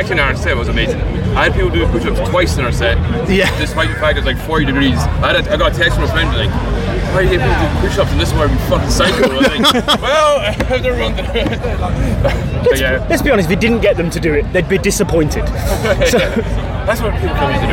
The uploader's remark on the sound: From our 'Live from Bloodstock Festival 2022' series - We sit down for a short interview.